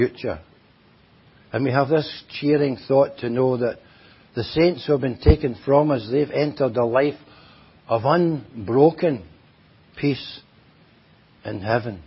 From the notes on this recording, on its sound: At Enniscorthy Christian Fellowship, Enniscorthy, County Wexford, Ireland on 1st January 2023. Audio recording of the Sunday morning Bible Teaching. At Enniscorthy Christian Fellowship, Enniscorthy, County Wexford, Ireland on 1st January 2023.